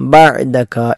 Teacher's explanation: ബഅദക എന്നതിലെ ഐൻ തൊണ്ടയുടെ മധ്യഭാഗത്ത് നിന്നും പുറപ്പെടേണ്ട അക്ഷരമാണ്